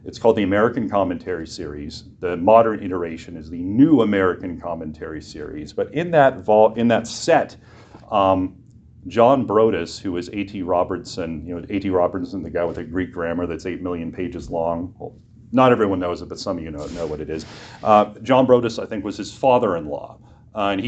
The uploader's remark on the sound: preached this short message for chapel at Western Reformed Seminary, in Puyallup, WA